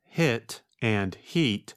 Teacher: the two words hit and heat will both sound like heat when spoken with a Spanish accent